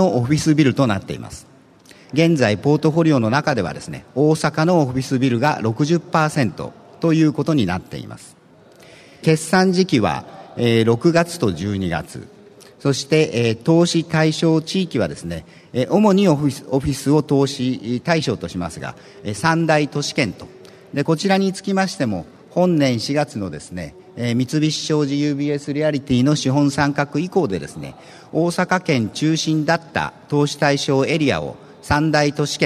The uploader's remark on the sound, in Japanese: ２月２０日に東京証券取引所で開催した「J-REITファン2016」に登壇した。IRセミナーをダイジェスト版でお送りします。